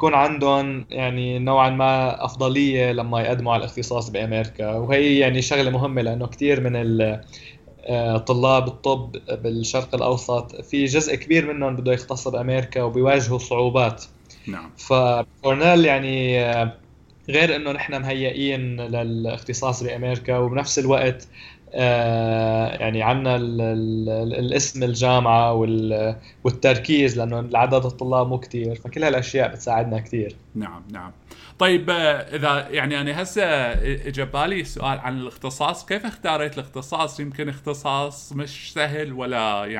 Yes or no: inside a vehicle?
no